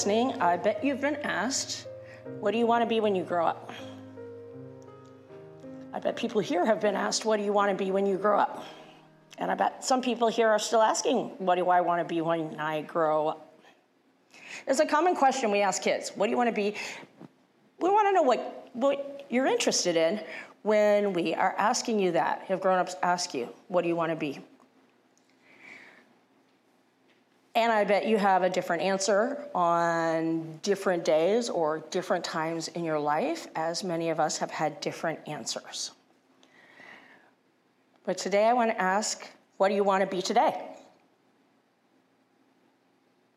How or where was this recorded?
large echoing room